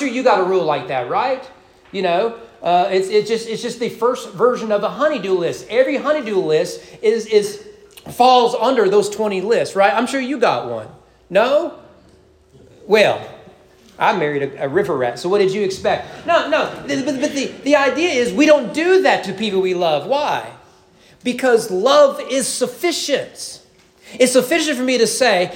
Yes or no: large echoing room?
yes